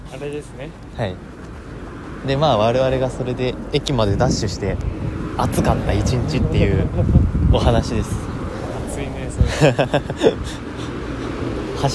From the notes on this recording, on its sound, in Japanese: 京葉線 #幕張。思ったよりも車通りが多くて雑音が混ざっていますが。